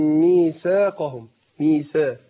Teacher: يعني أبين الترقيق للساء مع الألف